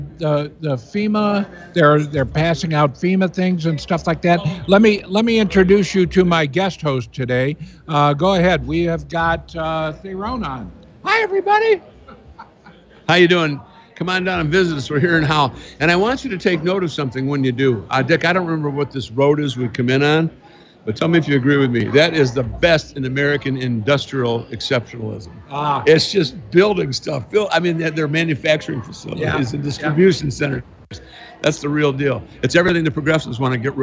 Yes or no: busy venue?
yes